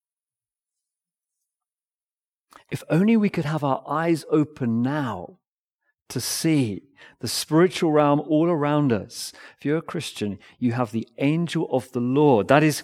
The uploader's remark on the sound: Recorded Live stream sermon from Binscombe Church (BWS) 18th February 2024